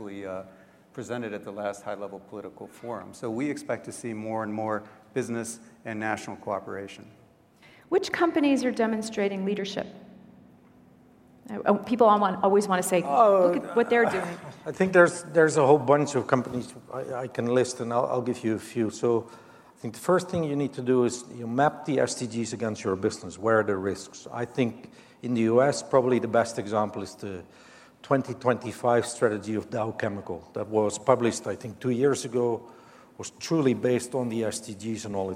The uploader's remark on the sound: The best of live interviews from GreenBiz events.